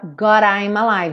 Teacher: pega o D e reduz pra rarara